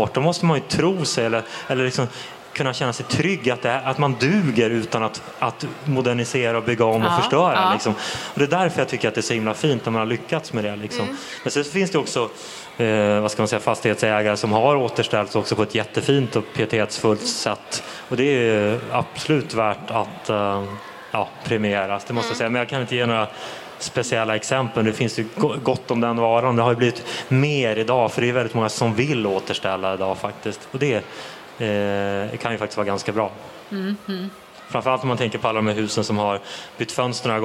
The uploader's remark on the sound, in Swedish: Vi livepoddar från Bo&Byggmässan! Livepoddar vi för första gången i våra liv! Inför publik!